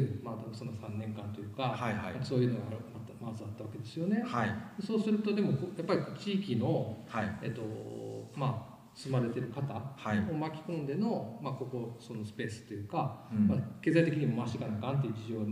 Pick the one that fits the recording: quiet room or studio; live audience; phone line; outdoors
live audience